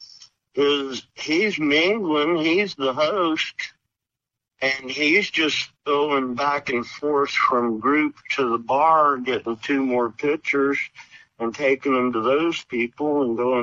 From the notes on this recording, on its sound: Via phone, so the audio quality is not pristine. However, we have done our best to clean it up.